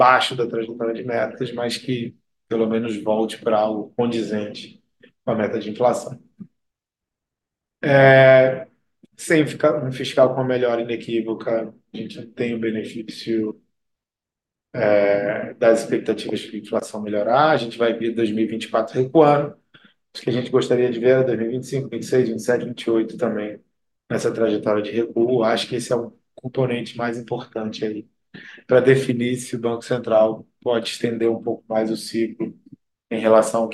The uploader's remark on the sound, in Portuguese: realizamos a conferência pelo zoom com transmissão simultânea pelo YouTube